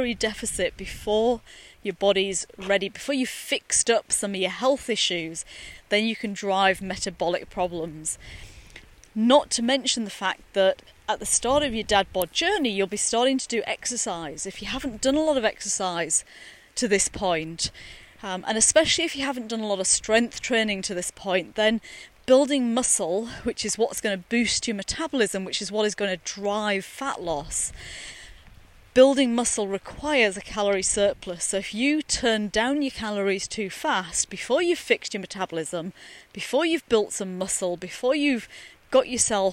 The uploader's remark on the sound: recorded during daily walks